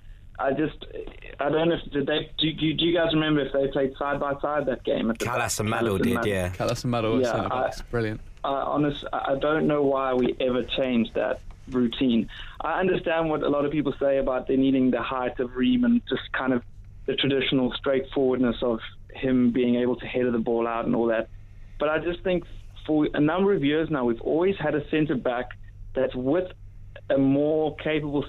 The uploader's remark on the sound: the first ever podcast phone-in